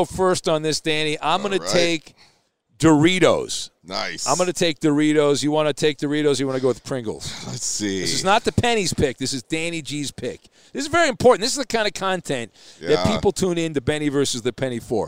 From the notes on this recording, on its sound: live from Super Bowl 57!